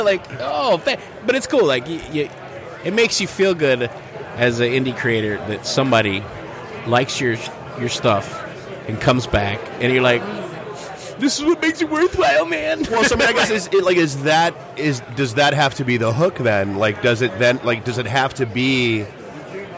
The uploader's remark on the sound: Live from Astronomicon